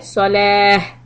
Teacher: When you stop on the word صلاتي and that تا has the round shape with the two dots, it becomes a ها sound. Okay, so when you're going to stop, you're not going to say صلات، you'll say صلاة.